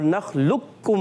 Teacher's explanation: direct قاف کو کاف میں ملا دیں گے اور نخلقکم پڑھیں گے کاف کے ساتھ، باریک کاف کے ساتھ · Term: ادغام